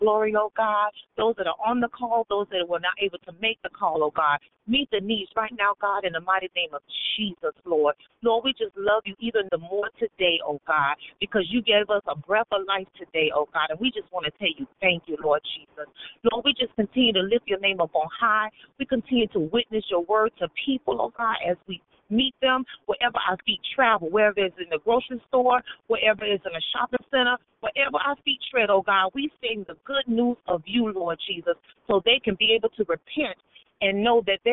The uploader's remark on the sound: 6AM Prayer Call. Live Prayer.